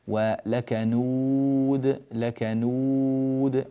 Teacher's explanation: الواو هذه ليس فيها غنة، نعم هي مسبوقة بحرف النون، فالنون أحيانا تأخذ يعني تأخذ غنتها وتمد كذلك مع الواو.